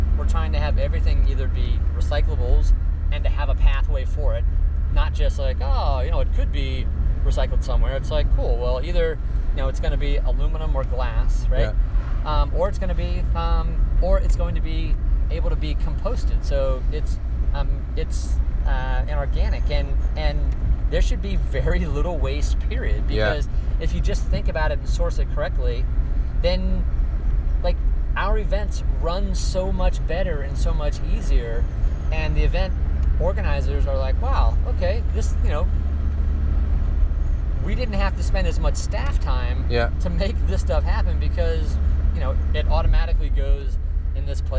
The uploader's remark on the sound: Recorded in his car to and from a cheeky surf session north of San Francisco.